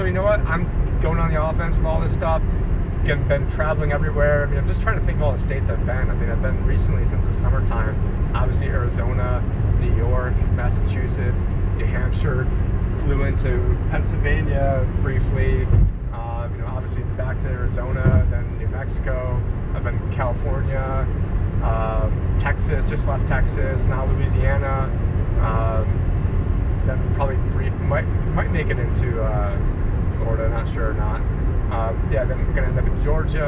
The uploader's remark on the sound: Epic Rant While Driving To Jekyll Island. Filmed whilst driving so please be advised audio quality isn't where it usually is.